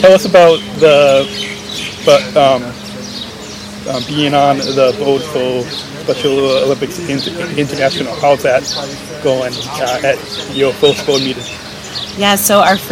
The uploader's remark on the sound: Abu Dhabi Daily Show LIVE From Special Olympics World Games 2019. In Abu Dhabi, UAE.